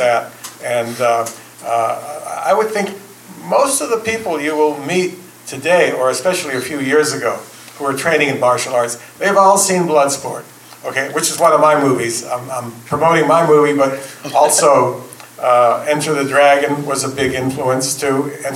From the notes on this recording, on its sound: From the Urban Action Showcase & Expo 2023, the Kung Fu Drive-In Podcast hosted the MARTIAL ARTS IN CINEMA Panel.